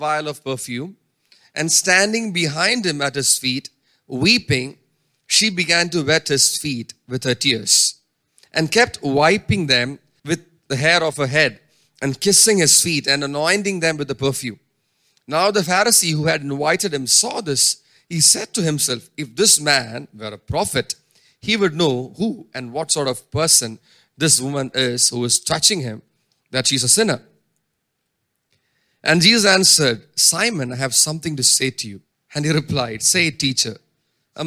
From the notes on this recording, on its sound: preached at Sunday Service on 14 May 2023 at Revelation Church